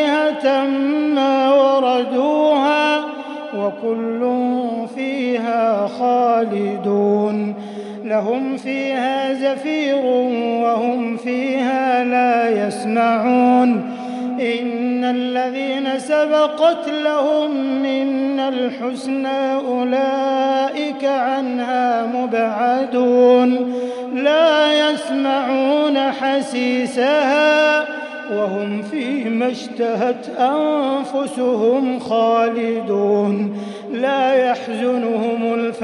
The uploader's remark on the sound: 21st Ramadan 2020 Taraweeh Prayer in Masjid Al Haram, Makkah, Saudi Arabia